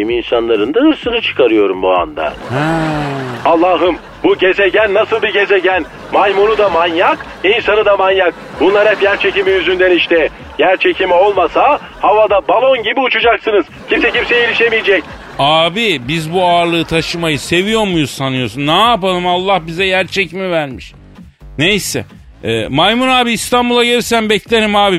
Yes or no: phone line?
yes